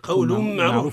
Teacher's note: الراء هنا مفخمة لأنها متحركة بالضمة